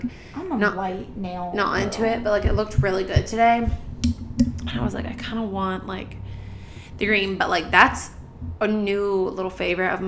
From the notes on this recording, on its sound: Live from our couch in New York City. We are still so new to podcasting and we are learning as we go, sorry in advance for the weird mic noises we have fixed them for the next episodes.